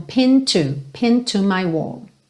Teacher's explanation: Isso tanto no inglês americano quanto no britânico. Então, como essa palavra termina em D, a gente já liga no T do to